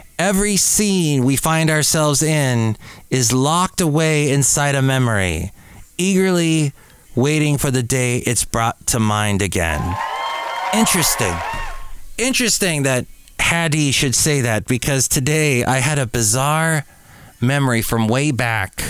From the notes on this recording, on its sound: podcasts live from Cafe Anyway